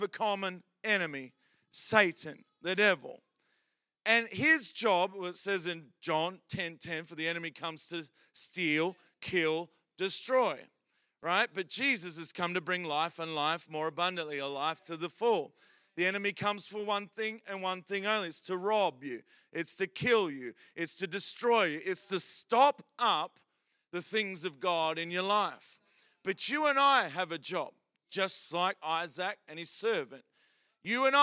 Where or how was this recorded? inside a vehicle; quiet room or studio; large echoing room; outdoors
large echoing room